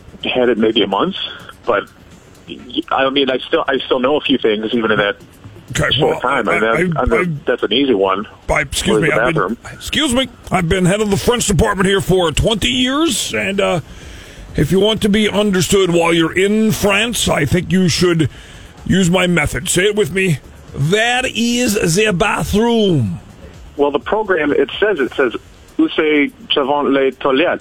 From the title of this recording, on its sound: Friday Phone Jacks Prank Call